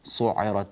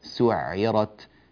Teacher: كذلك سعرت رقق السين، لا تقول صعرت، لا تفخم السين · Shown in: second take